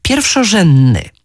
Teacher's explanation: Pomijamy też d w takich wyrazach jak na przykład pierwszorzędny i wówczas przybiera on postać niestaranną, pierwszorzędny.